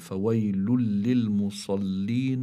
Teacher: باللفظ التنوين يلفظ نون ساكنة، فهذه النون الساكنة اللي هي متضمنة بالتنوين تدغم في اللام، لكن إدغام بغير غنة، بسموه إدغام كامل، بسموه إدغام كامل لكن بلا غنة.